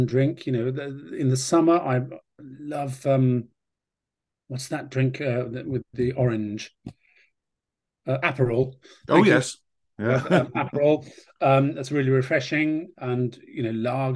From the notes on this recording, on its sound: This interview was recorded on 11th November 2022 via Zoom.